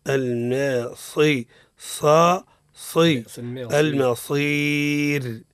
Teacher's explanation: الميم مرققة الصاد مفخم